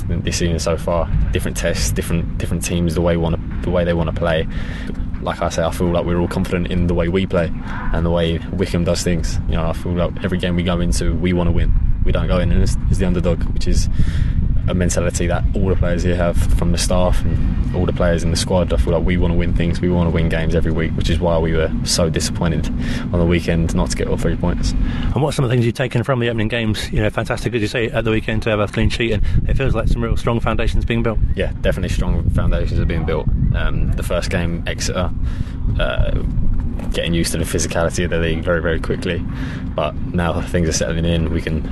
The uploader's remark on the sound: Spoke to the team in the world famous Adams Park Car Park before the Burton Game. Is broadcasted live on a Thursday Night on Wycombe Sound the multi-award winning local radio station for High Wycom.